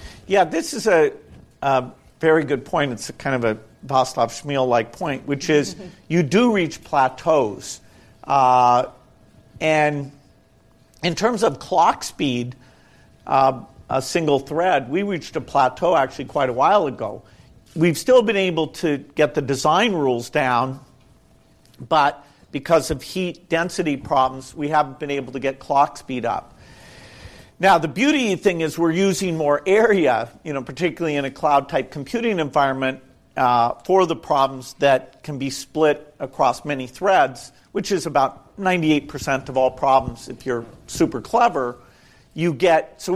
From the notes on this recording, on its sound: This encore episode is a recording of a special event. In San Francisco. In front of a live audience of Village Global founders and friends of the firm.